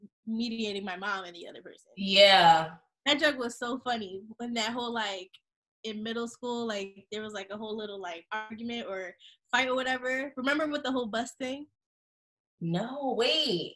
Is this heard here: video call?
yes